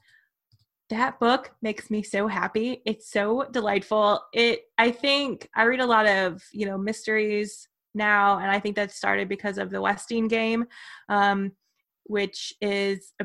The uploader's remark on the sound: Onboard to round out the Zoom crew. Several kitties, puppies, and a baby.